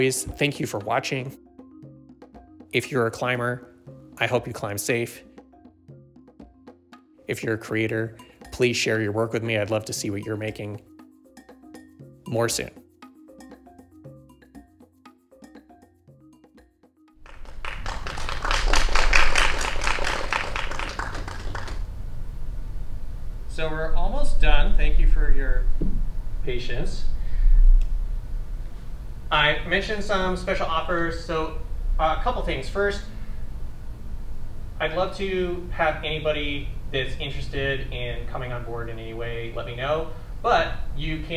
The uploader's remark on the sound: This two parter is a special presentation of the Content Creator Panel from the 2023 Miracle Makers International Film Festival in North Hollywood California.